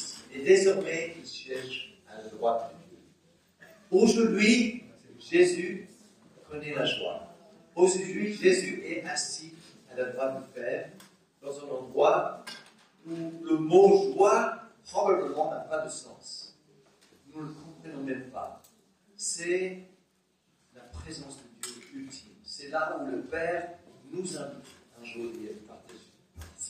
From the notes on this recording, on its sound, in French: Enregistré à l'église CVV, le 24/10/2021